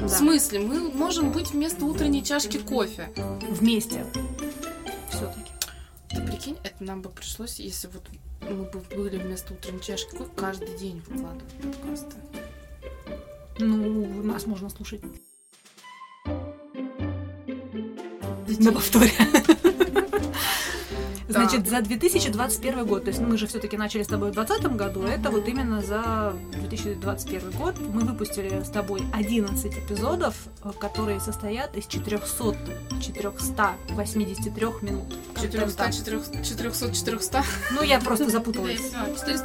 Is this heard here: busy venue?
no